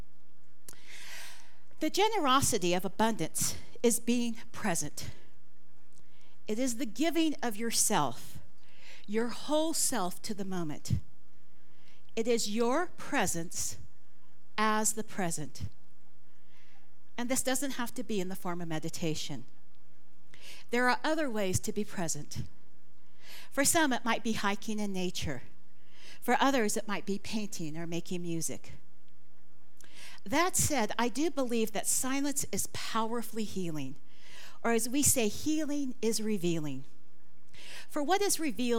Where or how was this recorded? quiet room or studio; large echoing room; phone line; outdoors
large echoing room